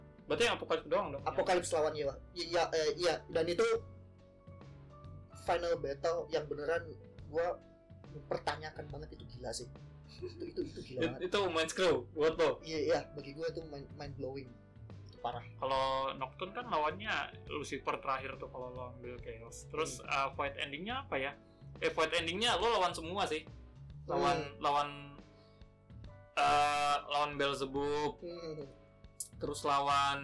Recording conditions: distortion